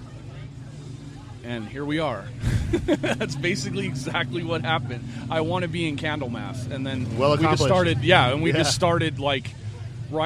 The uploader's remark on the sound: Live at SD Metal Swap Meet